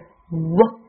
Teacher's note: 这是个浊辅音，发音的时候声带要振动，发音短促。